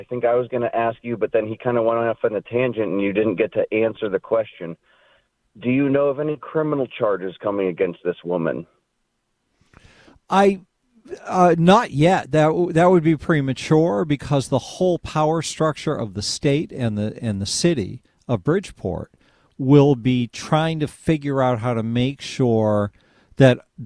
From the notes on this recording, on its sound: This hour is all RANTS, phone calls and fun!